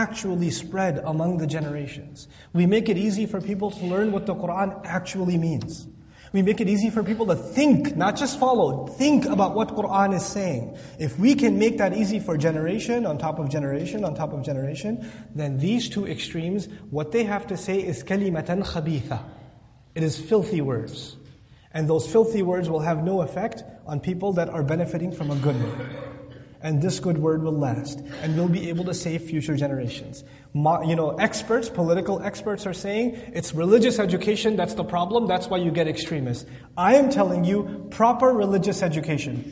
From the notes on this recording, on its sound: This Khutbah was recorded on March 25th, 2016 at the Islamic Center of Southlake.